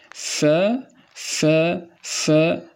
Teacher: حرف الفاء يخرج من باطن الشفة السفلى مع أطراف الثنيتين العليين